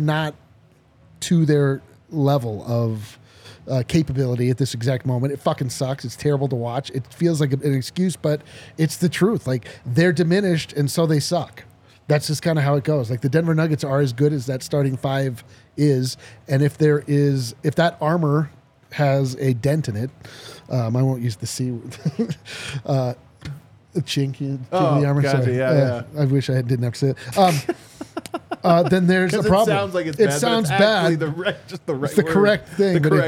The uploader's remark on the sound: come to you LIVE from the DNVR Bar